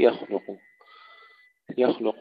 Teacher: نفخم الخاء جيدا ونرقق اللام بعدها · Term: تفخيم الخاء